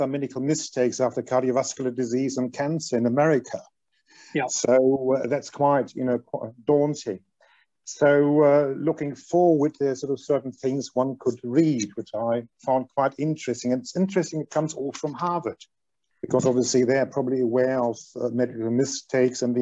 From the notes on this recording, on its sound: This recording is taken from the webinar ' Heads & Hearts, theirs & ours Eating Disorders, Complexity & Medical Mistakes '.